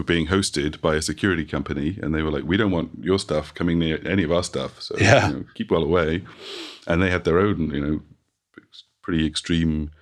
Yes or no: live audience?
no